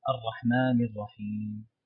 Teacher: النون مكسورة، فلو تركز توضح الكسرة